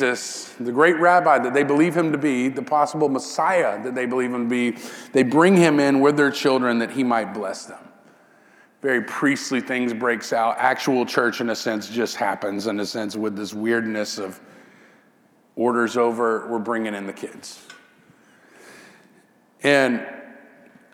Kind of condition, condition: setting, large echoing room